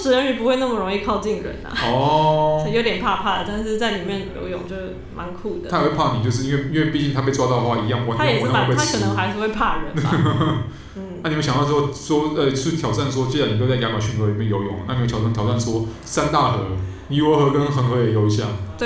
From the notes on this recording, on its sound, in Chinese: 本集白噪音指數：蚊風級 1/5。錄音地點：某某咖啡 - MOMO Coffee Bistro。